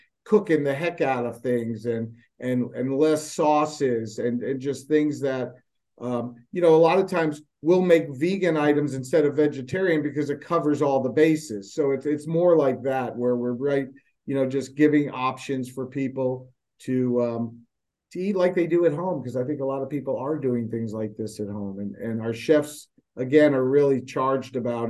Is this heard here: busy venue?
no